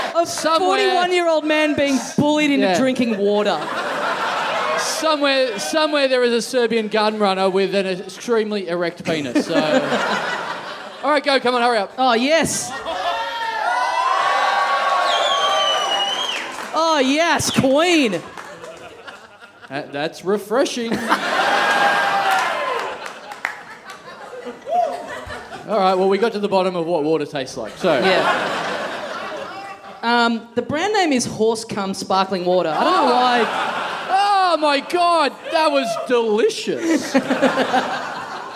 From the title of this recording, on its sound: 400 - Live!